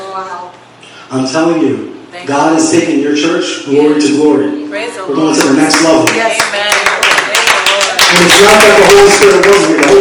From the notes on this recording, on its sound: Please forgive the audio quality.